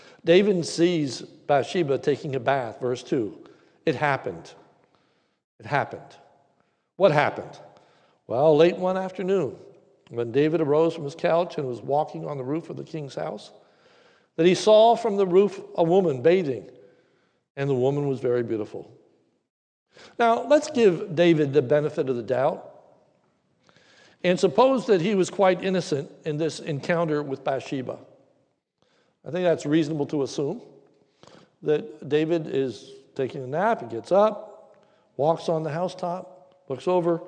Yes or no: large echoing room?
yes